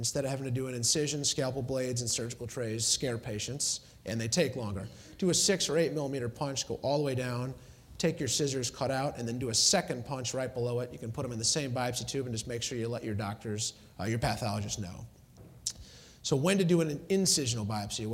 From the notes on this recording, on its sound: Was recorded at the 2013 Summer SDPA Conference in St. Louis.